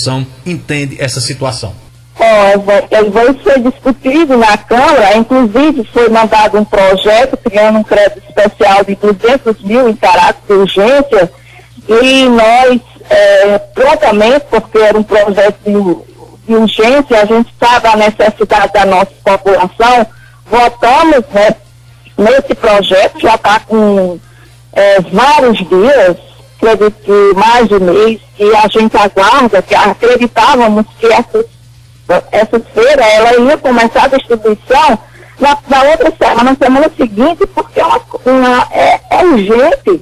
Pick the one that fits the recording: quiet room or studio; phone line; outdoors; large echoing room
phone line